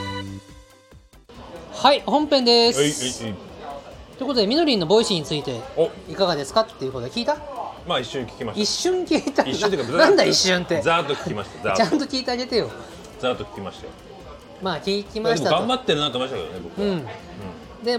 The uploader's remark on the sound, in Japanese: 今回もイカセンターからロケ収録。